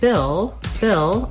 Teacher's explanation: I just basically go right from that I sound into my L sound. I don't have to do anything special for that L.